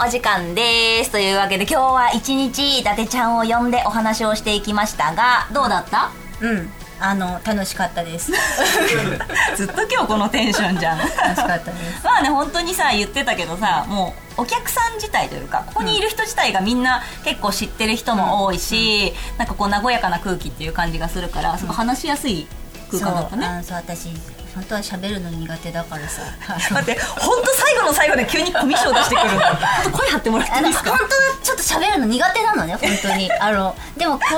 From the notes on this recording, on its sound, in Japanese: 公開収録後半の部をお届けします！